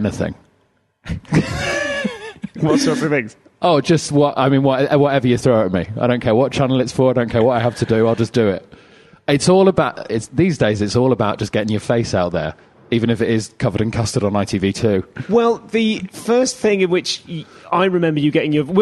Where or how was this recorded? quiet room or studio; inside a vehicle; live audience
live audience